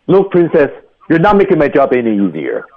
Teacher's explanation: not 一定要重读，making my job 双元音要饱满，any easier 也要重读一下